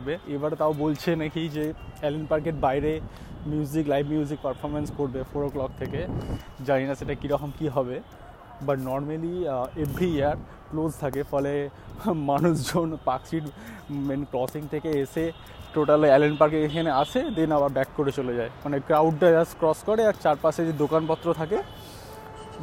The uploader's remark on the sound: This episode recorded during Christmas time 2018 in Park Street, Kolkata, India. In Calcutta Park Street very popular during Winter because of Christmas Festival at Allen Park.